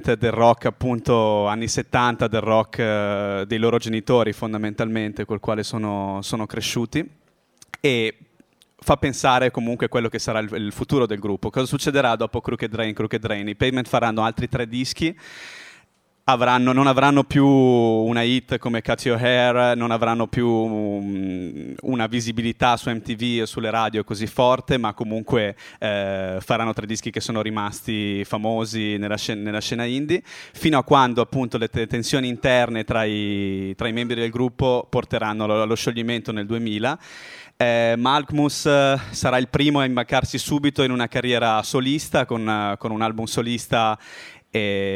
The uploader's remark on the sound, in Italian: all'Osteria di Fuori Porta di Padova il 15 aprile 2012 e trasmesso in diretta da Radio Bue, la radio dell'Università degli studi di Padova.